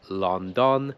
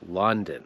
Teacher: słowo London ma dźwięk samogłoskowy, który się nazywa schwa · Shown in: second take